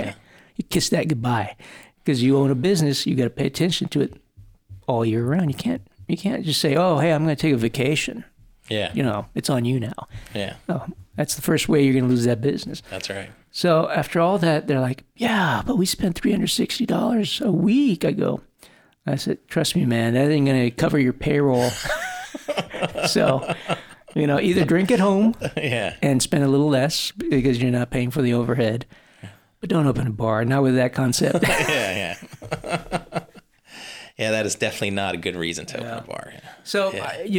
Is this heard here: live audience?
no